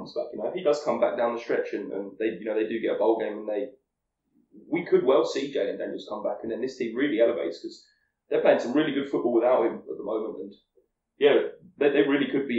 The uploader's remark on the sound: To film the first in-person pod of the year! Sorry for the audio quality, the apartment isn't exactly built for acoustics.